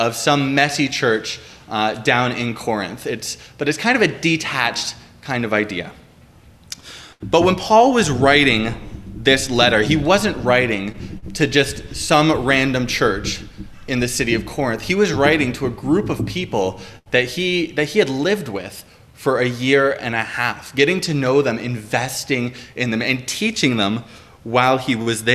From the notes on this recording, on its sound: Preached on October 17, 2021 at Liberty Grace Church